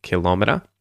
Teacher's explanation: so stress on the second syllable